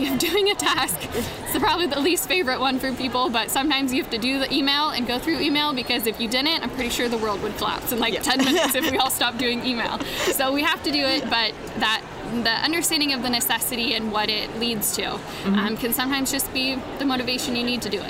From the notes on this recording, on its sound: Special edition podcast recorded live at WE19 in Anaheim, California.